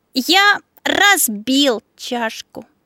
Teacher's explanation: И сделаешь ударение на слове «разбил» · Term: смысловое ударение